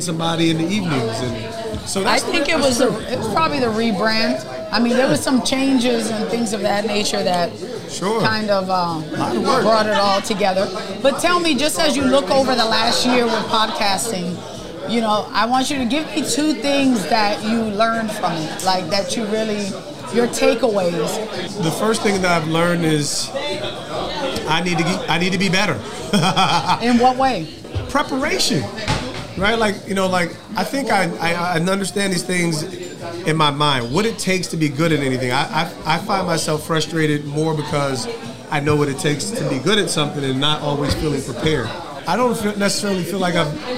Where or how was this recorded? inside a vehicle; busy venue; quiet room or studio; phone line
busy venue